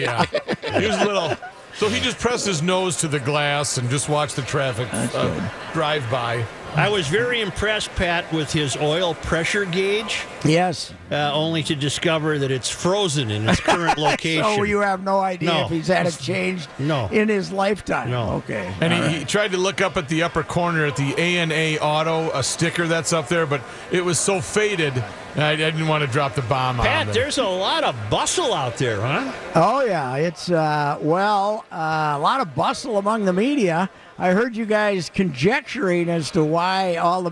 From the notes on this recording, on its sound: live from Radio Row at the Mall of America!